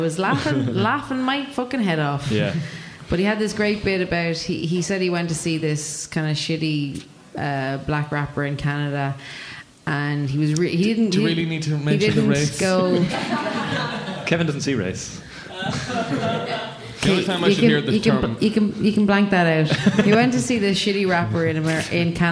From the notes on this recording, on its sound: Live Podcast. In part 2 of the live HeadStuff Podcast.